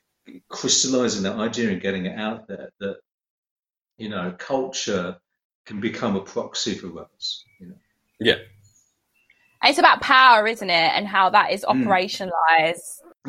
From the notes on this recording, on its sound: Season 9 is recorded entirely via video call during the COVID-19 Global Pandemic. Pride themselves on ensuring a comfortable and encouraging recording atmosphere but this is clearly difficult to suffice remotely.